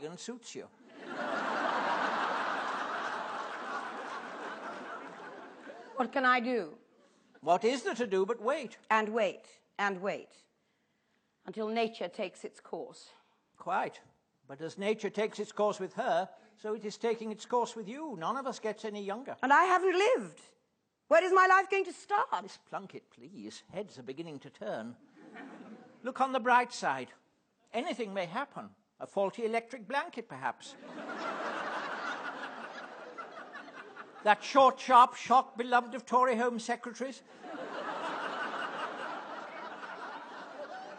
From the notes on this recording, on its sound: Taken from the National Theatre's archive of Platform event. Perform a short radio play with him in front of a live audience at the National Theatre. This is an audio recording of a live event from 1995.